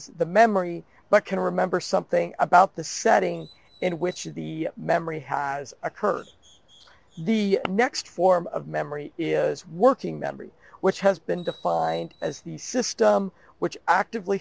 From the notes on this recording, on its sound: Sorry about the audio quality , I recorded this podcast (while being rained on). In a park at the border of Panama and France.